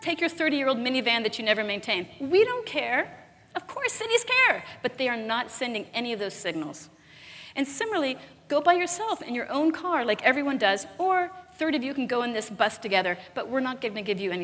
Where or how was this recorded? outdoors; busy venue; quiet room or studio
busy venue